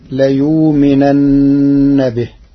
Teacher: قرأ ورش كلمة ليؤمنن بإبدال الهمزة واوا ساكنة تخفيفا فتصير ليؤمنن به.